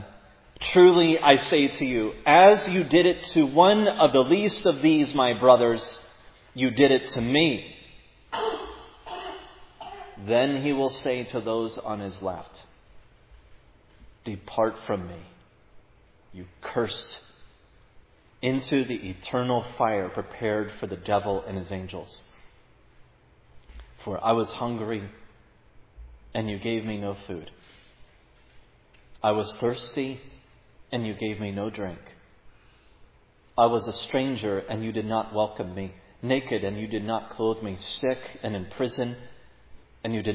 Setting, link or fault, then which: setting, large echoing room